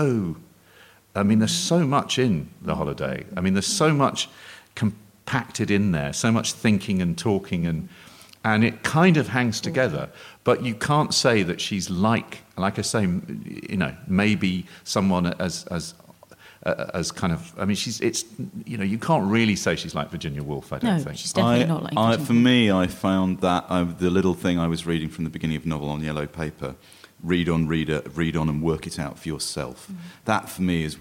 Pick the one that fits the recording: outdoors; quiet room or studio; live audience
live audience